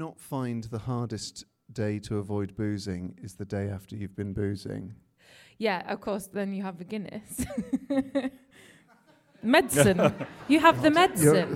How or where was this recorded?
live audience